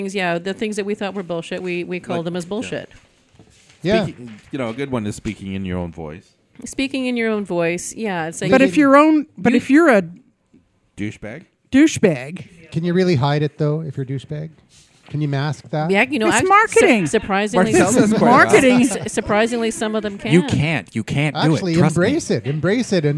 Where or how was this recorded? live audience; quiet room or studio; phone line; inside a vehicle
live audience